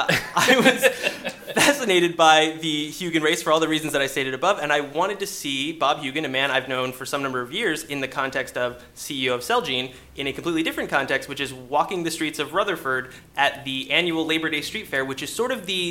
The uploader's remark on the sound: Live from Boston! A special live episode from the BioPharm America conference in Boston.